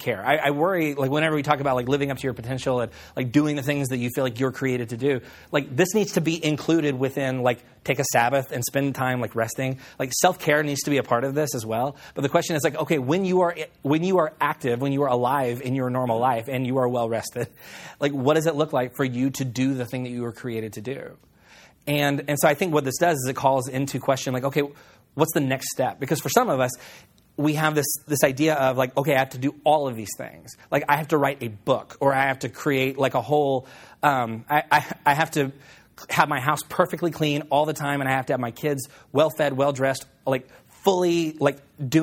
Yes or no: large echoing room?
yes